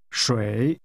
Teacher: Water is pronounced with a falling, rising tone.